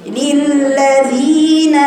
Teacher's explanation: الياء هنا مادية حركتين